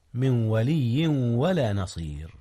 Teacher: هنا إدغام يا أستاذنا، أدغم نون من في واو ولي